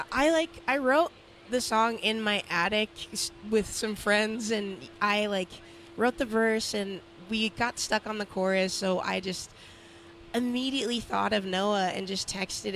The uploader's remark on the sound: The Mix is live backstage at Lollapalooza 2023!